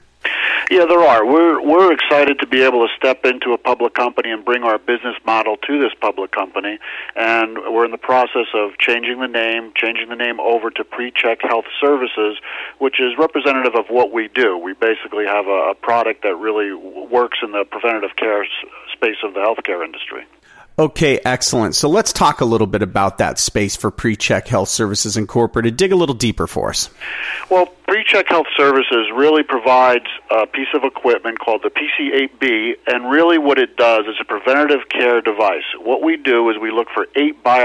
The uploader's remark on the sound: called in to SmallCapVoice